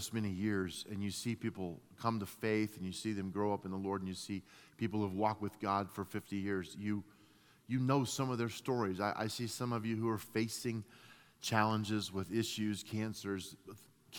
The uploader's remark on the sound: At Timberline Church. Live.